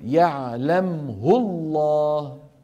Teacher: وقعت الهاء بين ساكنين فلا صلة فيها